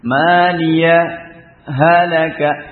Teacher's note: Saktah pada ha satu hal yang berat ya. Karena menahan di huruf ha ya.